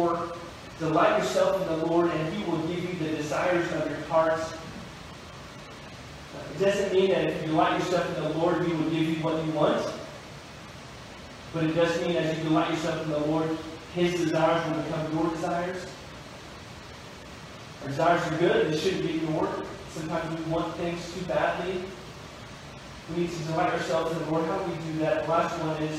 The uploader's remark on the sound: We apologize for the poor audio quality.